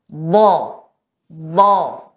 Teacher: Itu bukan terdengar suara O, tapi dia pangkal lidah sama tengah lidah naik ke langit-langit ya sehingga apa suara yang keluar seperti huruf O kita